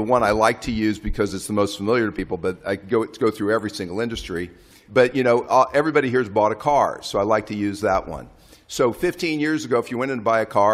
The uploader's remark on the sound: a special episode from the annual meetings of the Fund and World Bank in Washington